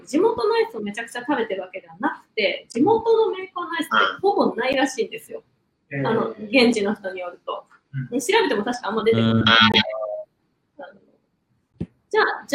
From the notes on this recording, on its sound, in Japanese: 今回はライブ配信を録音した環境が悪くかなりお聴きぐるしい所が多くなっております